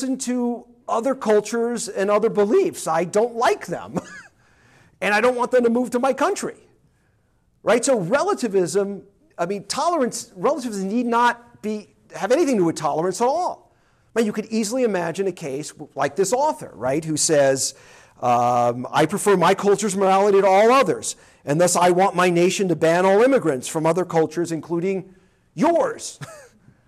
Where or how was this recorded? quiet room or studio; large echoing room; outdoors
large echoing room